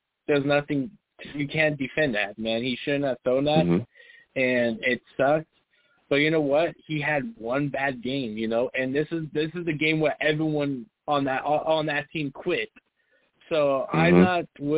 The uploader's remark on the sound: I take live callers!